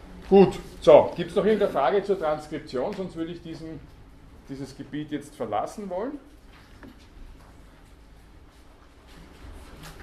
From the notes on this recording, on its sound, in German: Grundlagenvorlesung. Diese Vorlesung wurde von Studierenden der Uni Wien aufgenommen.